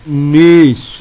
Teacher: لفظ الناس بالجر كده قرأه دوري أبي عمرو بالإمالة، نيس إمالة كبرى، دوري أبي عمرو.